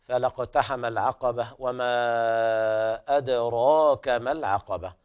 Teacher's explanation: هنا القلقلة في الدال وكذلك الراء تفخم على كل قراءة الجمهور عدا ورش